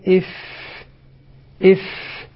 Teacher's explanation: أطراف الثنايا العليا مع باطن الشفة السفلى، إف، طبعا مع دفع الهواء إلى الخارج لأنه حرف مهموس يجري معه النفس · Term: الفاء